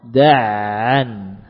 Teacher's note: Suara ain diusahakan mengalir, tidak putus.